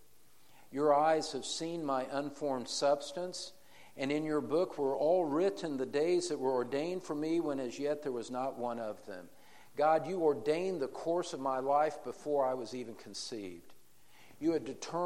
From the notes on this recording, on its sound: In Session 3 of the Encouragement for Parents in a Discouraging World conference